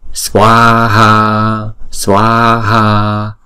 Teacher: Swaha là hai âm và mỗi âm là hai nhịp